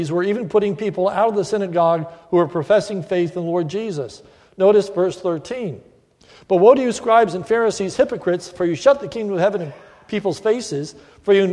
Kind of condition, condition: setting, large echoing room